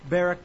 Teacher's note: probably the emphasis is on the first syllable